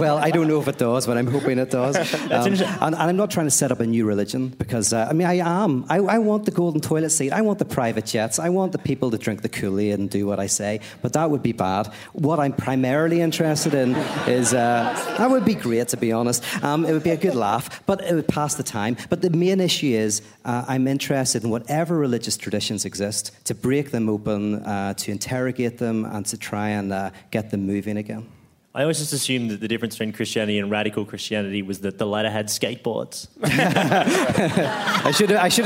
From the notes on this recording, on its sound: A Rational Fear At Sydney Opera House #FODI. In this special 'Festival of Rational Fears' edition.